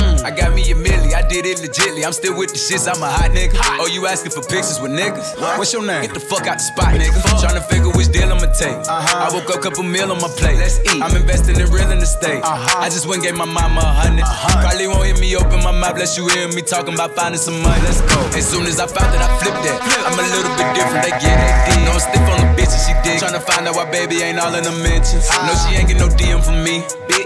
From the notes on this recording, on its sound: A live recording of the set I did at Erb & Culture!